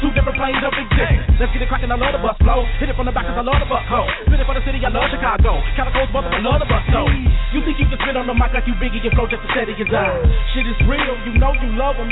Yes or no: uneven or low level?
no